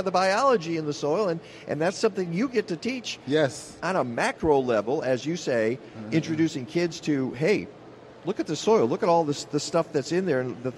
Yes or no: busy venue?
yes